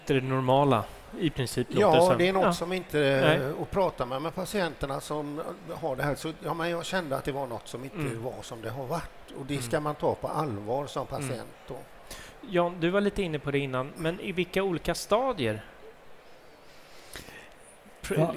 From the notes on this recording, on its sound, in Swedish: Live från Tandläkarmässan. Live från scenen på Swedish Dental Expo.